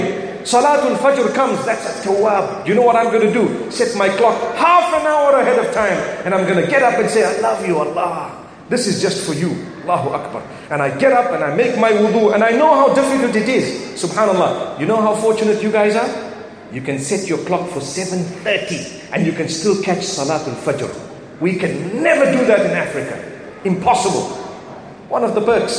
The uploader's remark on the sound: From the Light Upon Light Conference in Birmingham